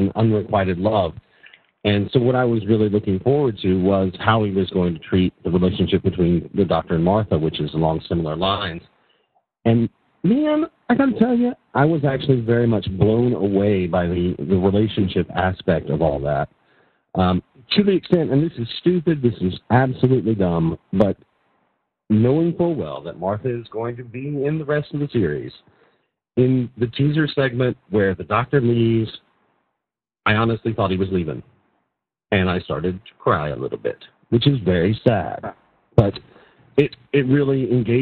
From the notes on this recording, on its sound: With live listener feedback. Recorded live on the net via TalkShoe.